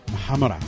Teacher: there's no vowel between the M and the H. Muhammara.